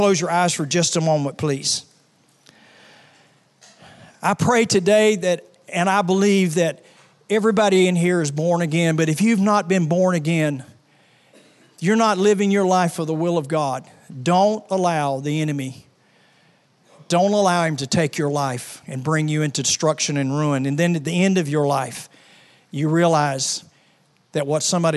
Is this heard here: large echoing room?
yes